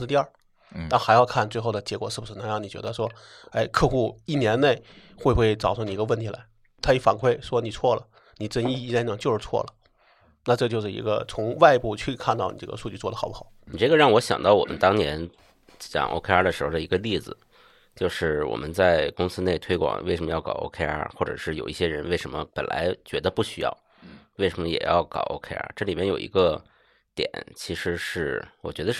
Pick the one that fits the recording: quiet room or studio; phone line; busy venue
quiet room or studio